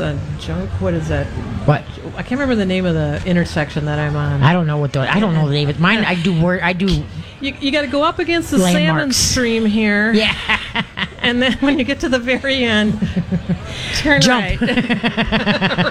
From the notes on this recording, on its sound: LIVE from the MN State Fair!